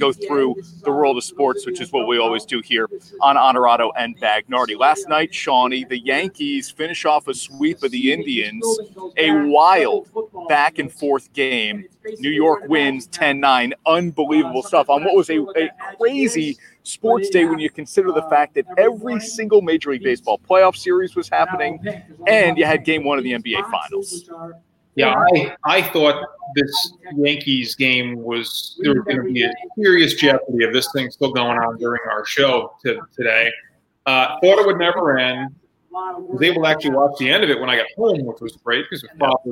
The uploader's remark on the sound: LIVE From Real Men Wear Pink Kickoff